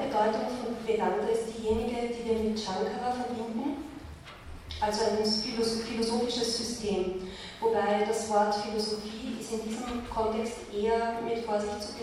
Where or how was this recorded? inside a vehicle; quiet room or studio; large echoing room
large echoing room